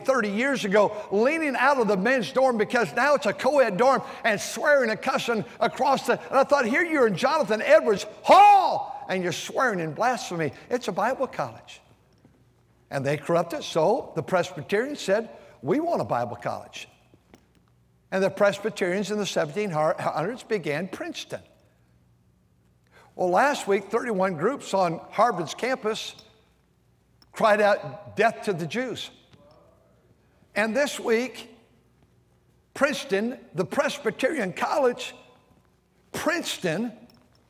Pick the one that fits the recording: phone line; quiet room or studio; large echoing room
large echoing room